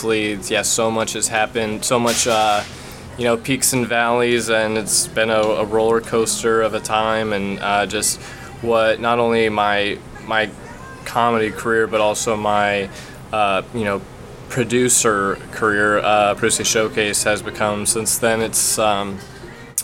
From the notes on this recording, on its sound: Big thanks to Denny's for letting us hang out and record and serving up some delicious pancakes!